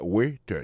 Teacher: accent tombé sous premier syllabe